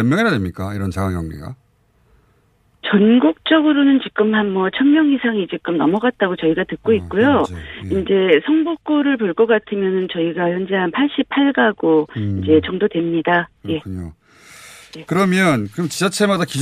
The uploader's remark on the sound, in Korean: 전화연결